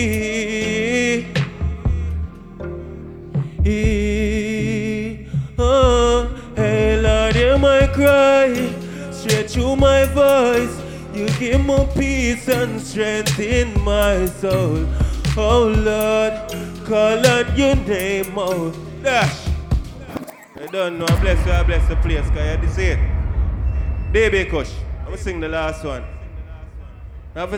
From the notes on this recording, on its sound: JAMAICA INDEPENDENCE BASH AT JAMROCK 8943 LEM TURNER ROAD JACKSONVILLE FL